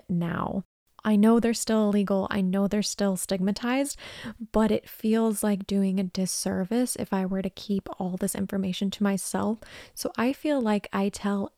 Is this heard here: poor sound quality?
no